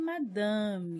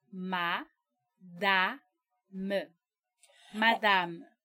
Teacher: Esse A não é nasalado. · Shown in: second take